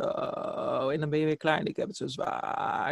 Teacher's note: Het gaat niet alleen vocal fry, maar ze gaan ook naar beneden. Dus alles klinkt echt zo.